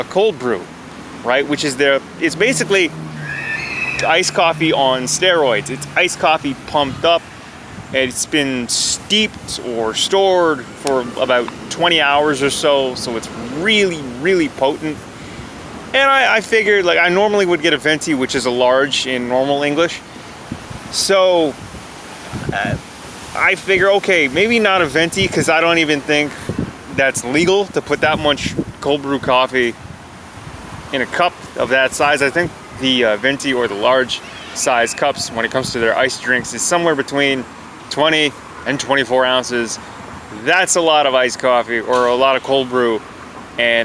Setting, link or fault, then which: setting, outdoors